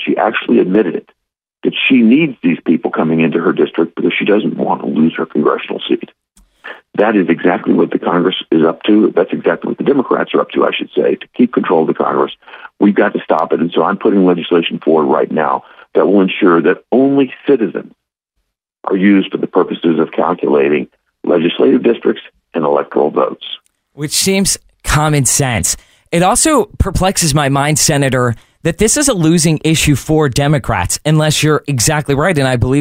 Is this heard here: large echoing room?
no